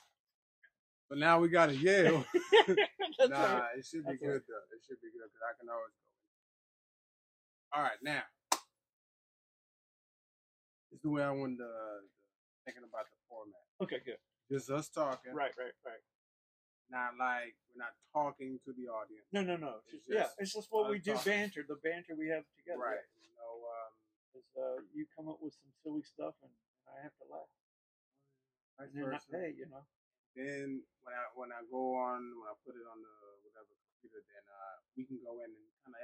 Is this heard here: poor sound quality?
yes